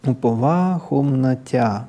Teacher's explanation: «тя», опять же, как ударное и последнее слово, оно произносится более протяжно